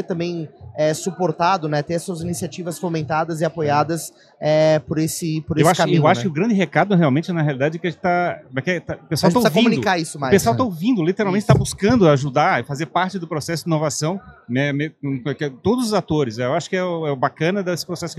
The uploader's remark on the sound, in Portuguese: Este episódio é parte de uma série "pocket" gravada durante o Startup Summit 2023, uma colaboração entre a Invisto e o Economia SC.